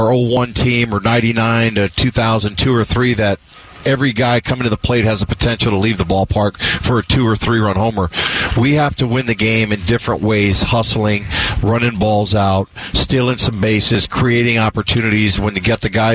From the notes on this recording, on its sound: LIVE from Chase Field for the Arizona Diamondbacks home opener. Live down on the field in Downtown Phoenix.